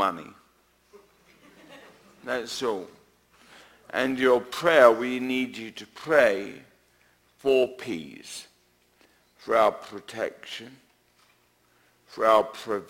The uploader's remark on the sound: answers questions from the audience at Lake Samm